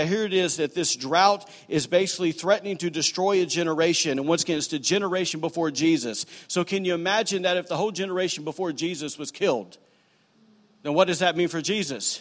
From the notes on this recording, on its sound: was recorded on Sunday, August 5, 2018, during services at The Anchor Church in Rockport, Maine.